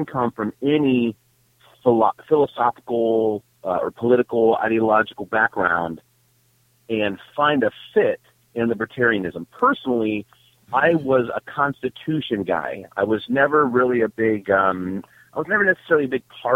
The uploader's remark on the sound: Live Halloween Prank Calls